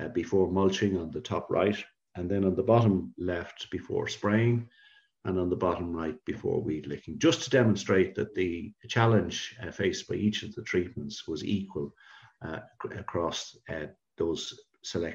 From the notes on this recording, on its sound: Podcast version of the Signpost Series webinar. The webinar was followed by a Q&A session.